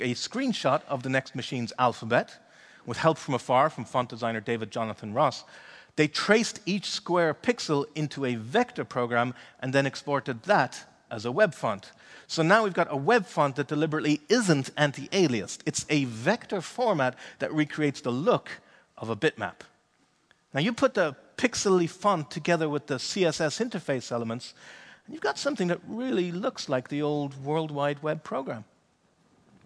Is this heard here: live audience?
yes